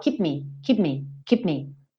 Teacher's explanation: keep termina em P, que é lábio com lábio. Me começa em N, que é lábio com lábio.